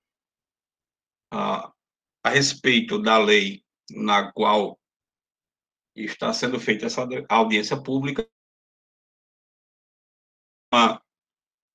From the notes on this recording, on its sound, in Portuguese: Audiência Pública Virtual. As Sessões da Câmara Municipal de São Bento Paraíba.